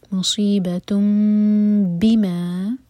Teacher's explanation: با سے شروع ہو رہا ہے تو یہاں پر اقلاب ہوگا نون کا ساؤنڈ میم میں چینج ہوا تو نون کا ساؤنڈ نہیں پڑھیں گے